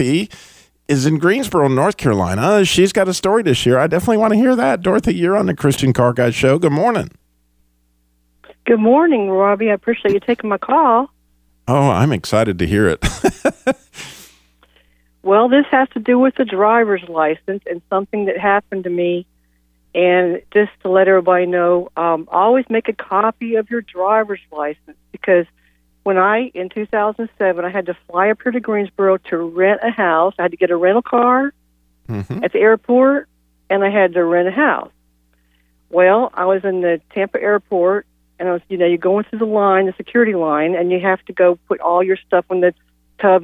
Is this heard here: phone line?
yes